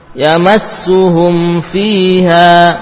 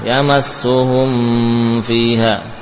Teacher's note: Mim dan fa keduanya sangat dekat makhrajnya. Mim dari bibir atas bawah, fa dari bibir bawah dan gigi seri atas, sehingga kadang tanpa terasa menyamarkan, menambahkan gunnah. · Term: mim sukun bertemu dengan fa